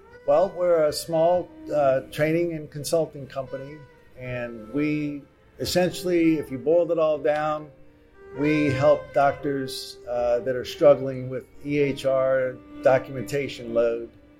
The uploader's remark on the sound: MGMA's Live From Orlando podcast series. Outside of the exhibit hall floor in Orlando while attending MGMA's Financial and Operations Conference.